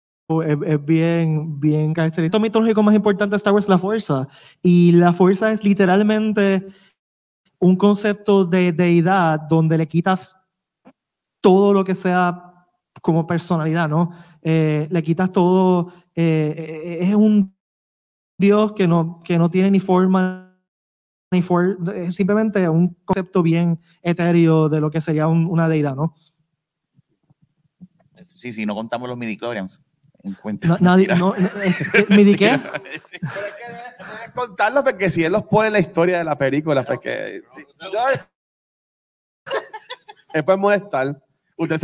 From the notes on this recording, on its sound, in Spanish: Grabación ¡EN VIVO! De el panel de Beyond the Force en el Puerto Rico Comic Con 2022.